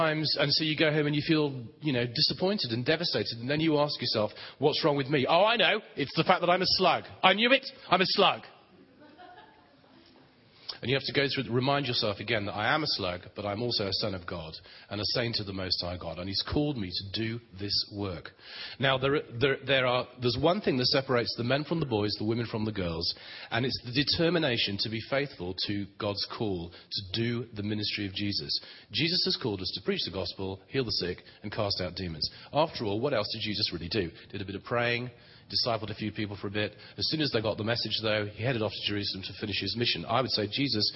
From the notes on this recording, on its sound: Session 2 from the Empowered Conference 2013 in Long Beach, CA